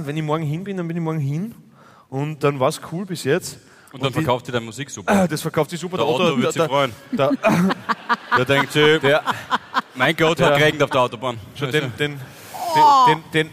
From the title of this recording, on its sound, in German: Hawi D'Ehre LIVE - St.Pölten